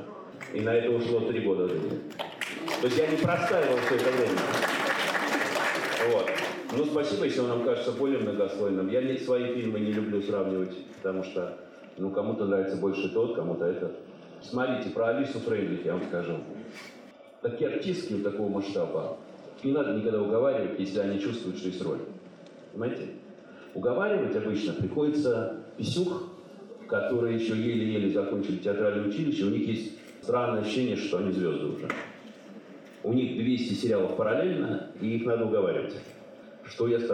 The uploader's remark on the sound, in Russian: Беседа со зрителями после показа фильма "Большой" в Доме культуры "Ясная Поляна".